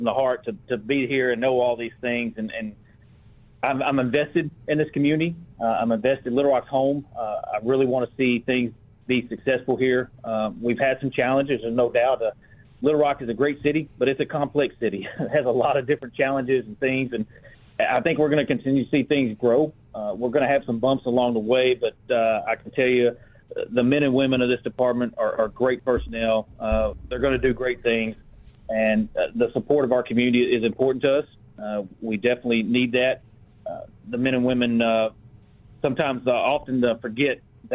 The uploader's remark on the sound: on the phone lines